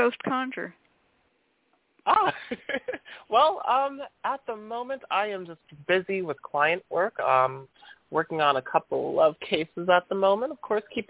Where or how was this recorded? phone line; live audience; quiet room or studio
phone line